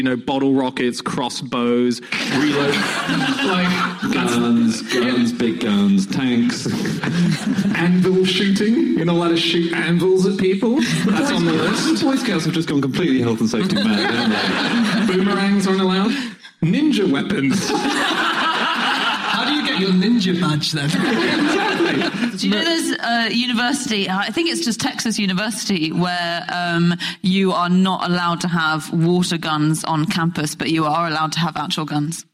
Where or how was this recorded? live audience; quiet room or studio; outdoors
live audience